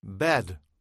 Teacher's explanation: «Э» – это не «э» и не «а». Это звук такой, как бы, между ними.